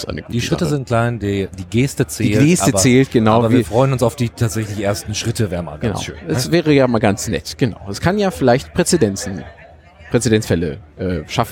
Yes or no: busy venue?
yes